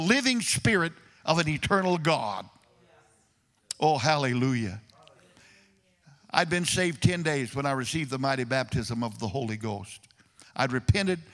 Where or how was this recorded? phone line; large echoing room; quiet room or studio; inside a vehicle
large echoing room